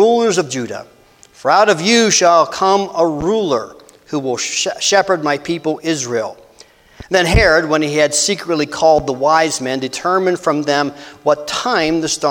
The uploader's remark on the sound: This message was delivered on Dec 24, 2023 at First Christian Church in Somerset, PA.